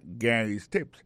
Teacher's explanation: Lorsque vous avez prononcé le nom Gary, alors accent tombe sous premier syllabe. · Term: accent tonique